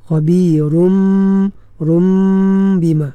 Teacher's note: tanwin bertemu dengan ba hukumnya iqlab ya